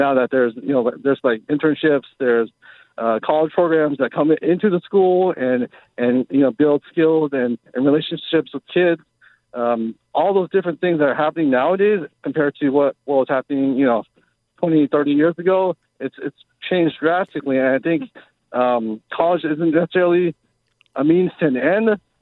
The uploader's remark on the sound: The phone lines have completely blown up and the people chime